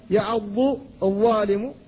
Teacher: فالضاد لسانية من حافة اللسان، والضاء من رأس اللسان ورؤوس الثنايا العليا